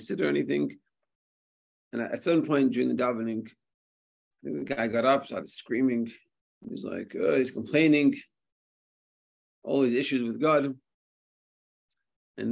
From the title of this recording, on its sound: Zoom Shiur